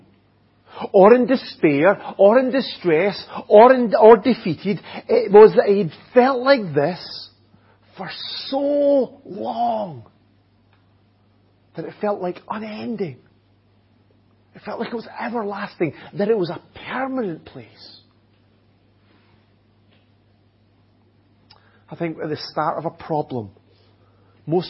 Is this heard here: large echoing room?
yes